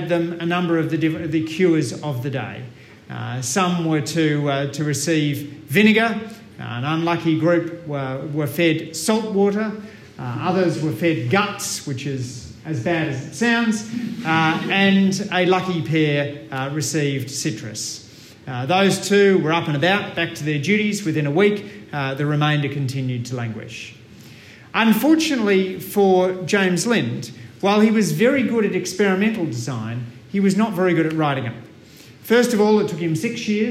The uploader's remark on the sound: This talk was delivered at the launch of the Association for Inter-disciplinary Meta-research and Open Science on 7 November 2019 at the University of Melbourne